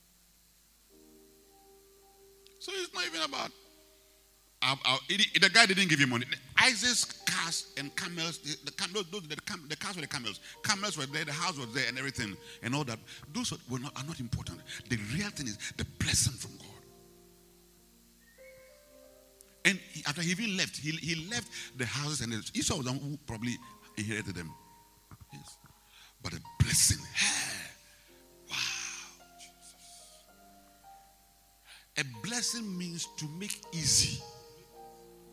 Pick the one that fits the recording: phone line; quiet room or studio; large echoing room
large echoing room